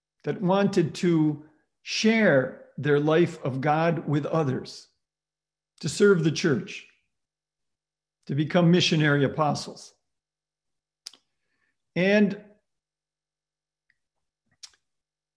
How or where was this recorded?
video call